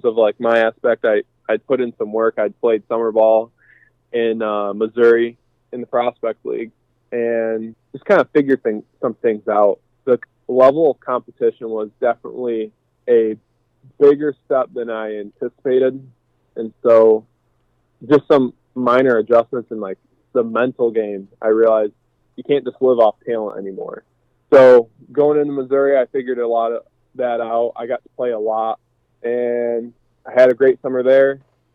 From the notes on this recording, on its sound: Joins via telephone as he recovers from COVID-19.